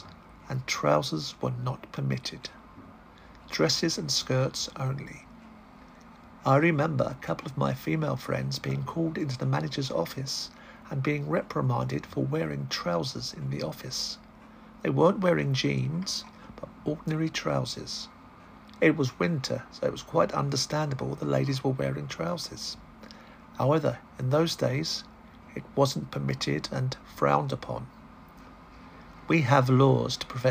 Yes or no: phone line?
no